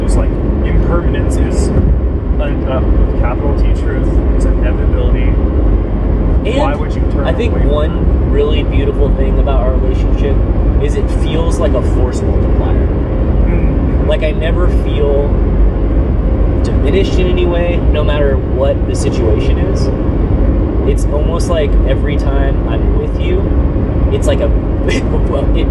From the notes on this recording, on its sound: This episode is unedited, unrehearsed, and unfiltered. Apologies for the road noise.